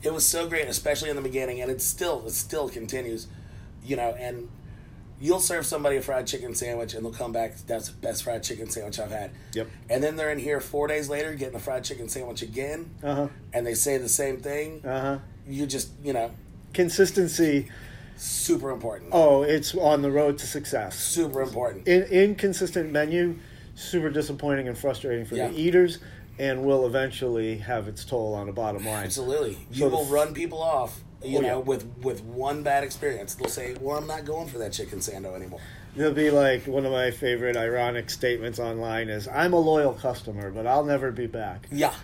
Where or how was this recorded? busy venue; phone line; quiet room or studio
busy venue